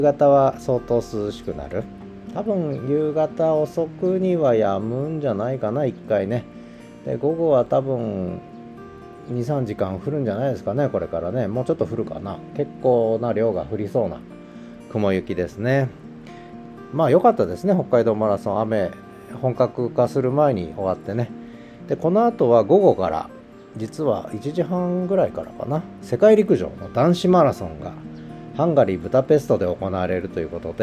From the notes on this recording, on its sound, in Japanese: 北海道犬の冬一郎くんのお散歩の音声を収録しており。